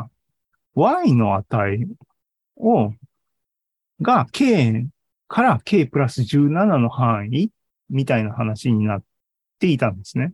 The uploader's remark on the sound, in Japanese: ２０２２年１２月２１日に開催した ZOOMライブの模様です